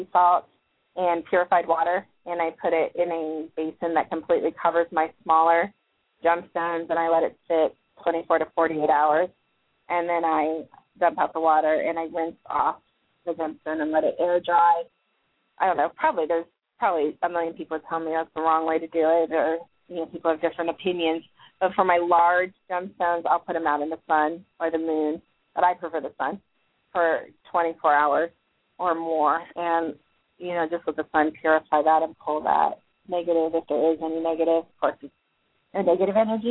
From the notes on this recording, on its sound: live call in guests